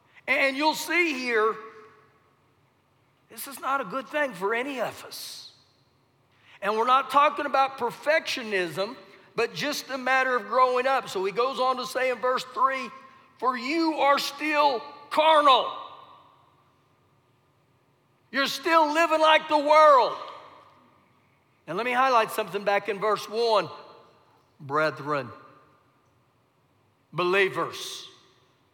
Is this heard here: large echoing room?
yes